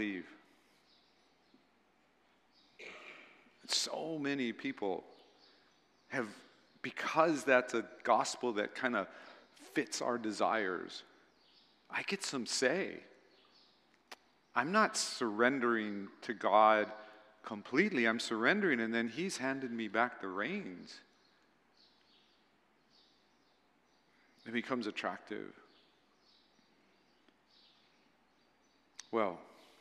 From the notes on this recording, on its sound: at Waialae Baptist Church